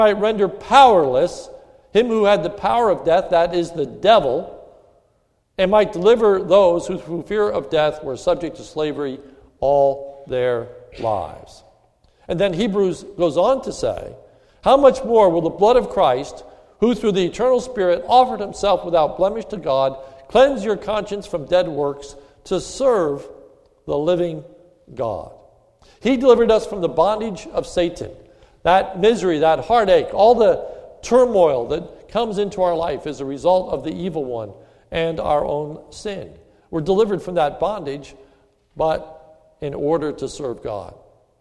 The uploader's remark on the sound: This is a sermon recorded at the Lebanon Bible Fellowship Church, in Lebanon, PA. Was given on the occasion of Maundy Thursday.